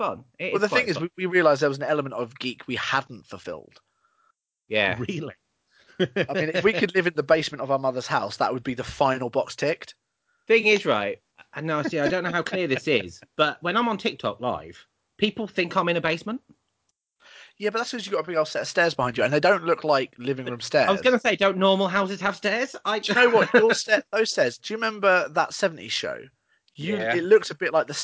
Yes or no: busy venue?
no